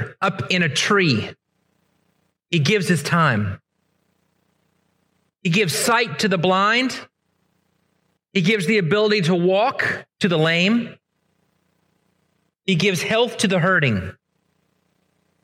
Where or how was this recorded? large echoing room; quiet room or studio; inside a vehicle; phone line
large echoing room